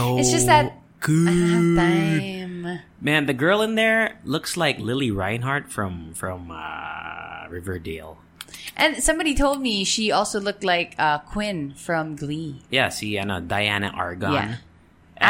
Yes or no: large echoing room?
no